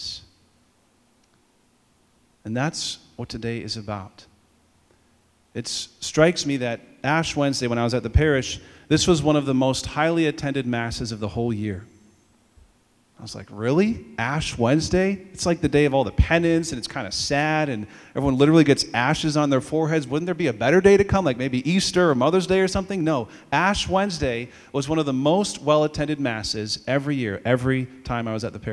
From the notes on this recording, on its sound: Audio from all school Mass.